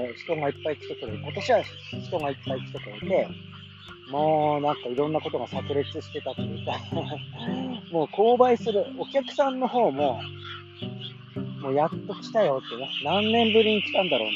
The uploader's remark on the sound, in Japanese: カエルが収録を邪魔して来ます。